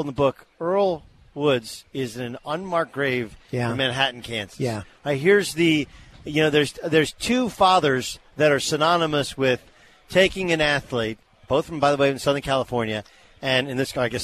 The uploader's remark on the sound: Broadcasts live from the US Open at Shinnecock Hills.